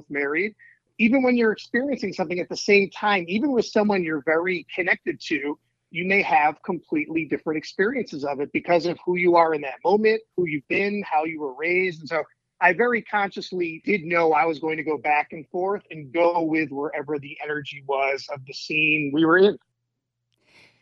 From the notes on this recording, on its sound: By phone from Chicago.